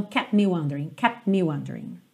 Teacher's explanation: Como ele já está no P com o lábio fechado, é como se não valesse muito a pena ir para o T para voltar para o M, que também é só um bilabial.